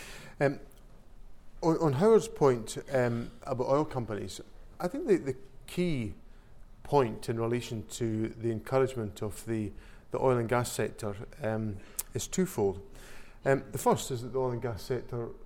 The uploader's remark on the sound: the David Hume Institue Seminar Q&A